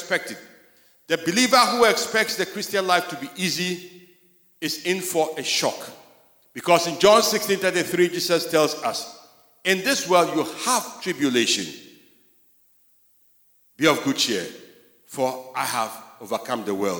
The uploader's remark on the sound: Sermon preached at CBC Shiashie Campus